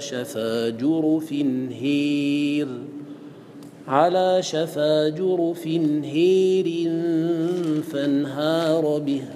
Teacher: فقالون يقرأه قال فمحضها روى، فمحض أي محض الإمالة روى، أي روى الإمالة المحضة، الإمالة التامة الكبيرة